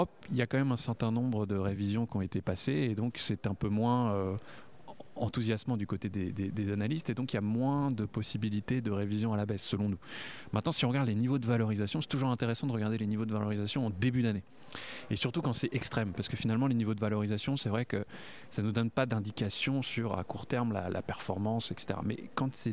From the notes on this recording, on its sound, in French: Enregistré le jeudi 18 janvier 2024 lors de la conférence annuelle d’Ecofi